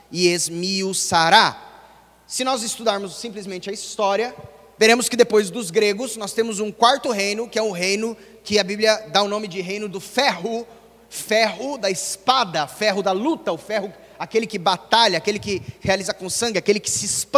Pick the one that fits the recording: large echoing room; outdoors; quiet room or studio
large echoing room